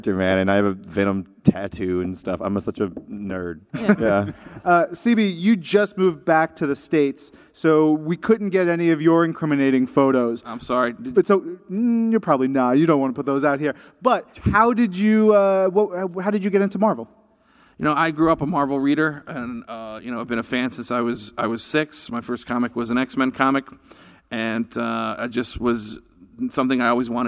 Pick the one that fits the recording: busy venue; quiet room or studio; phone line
busy venue